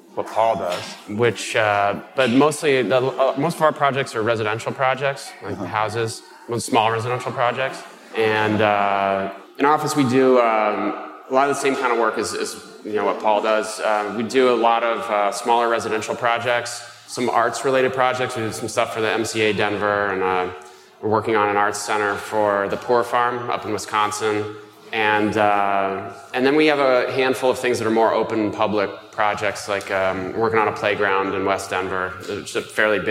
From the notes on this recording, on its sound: For our final live Mini-Session, recorded during our Next Up event at the Chicago Architecture Biennial.